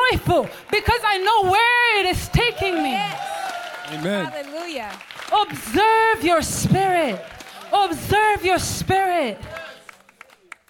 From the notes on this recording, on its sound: This message was recorded live